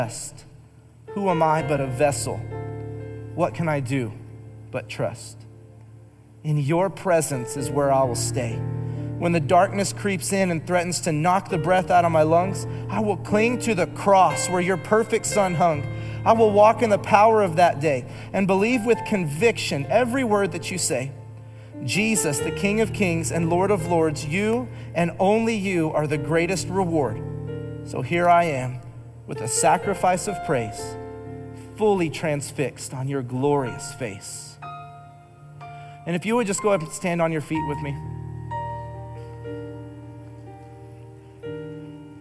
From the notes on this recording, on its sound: Recorded live during our Wednesday night service